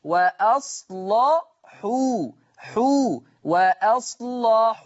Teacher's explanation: ولا يطغى تغليظ حرف اللام على ترقيق الحاء